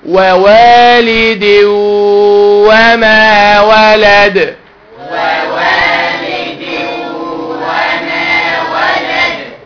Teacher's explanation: دخلت نون التنوين في الواو خلاص وعملت غنه